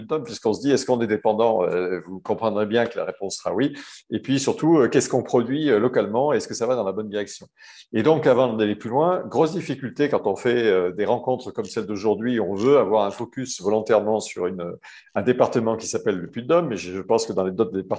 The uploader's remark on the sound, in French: 21 janvier 2022 en visio